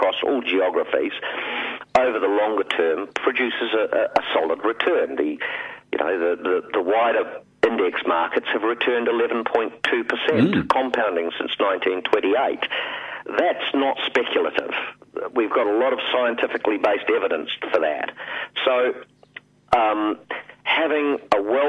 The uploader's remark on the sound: Calls.